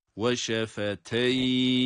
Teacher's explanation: Yine ya'nın cezimi üzerinde uzatmayı yapıyoruz. · Term: meddilin